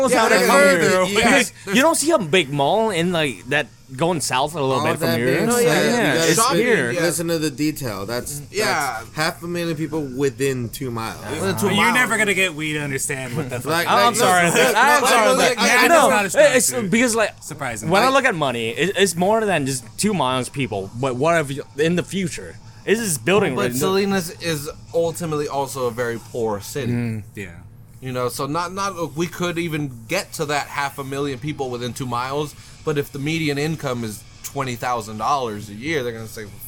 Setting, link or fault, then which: setting, busy venue